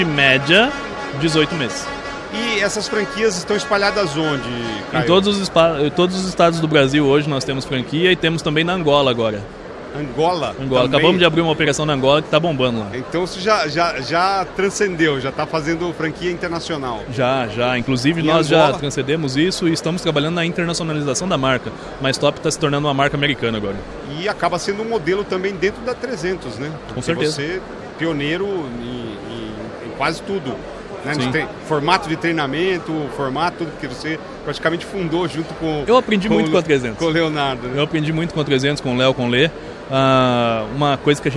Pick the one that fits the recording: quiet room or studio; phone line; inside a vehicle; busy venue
busy venue